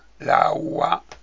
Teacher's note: il fenomeno di natura fonetica, consistente nel sopprimere la consonante R tra le due vocali. Un laura, lavorare, diventa laua nel bustocco.